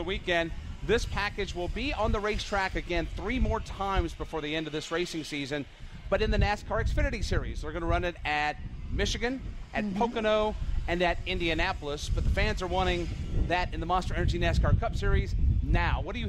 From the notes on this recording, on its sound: On this week's NASCAR Live we are at the Go Pro Motorplex in Mooresville, NC for the 'Little 600'!